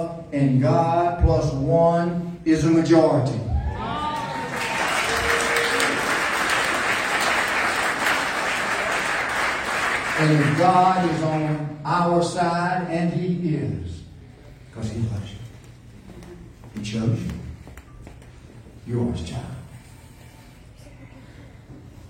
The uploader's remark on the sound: LIVE from Tulsa